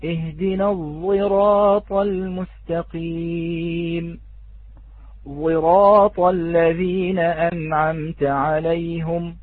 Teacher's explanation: الصاد المشمه أي بمعنى الصاد التي تختلط بصوت الزاي